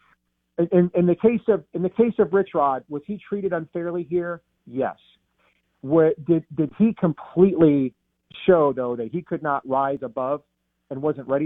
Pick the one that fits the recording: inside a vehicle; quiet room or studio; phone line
phone line